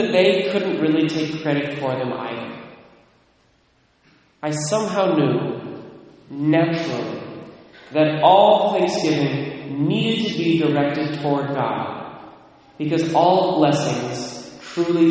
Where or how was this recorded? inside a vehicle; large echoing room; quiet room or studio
large echoing room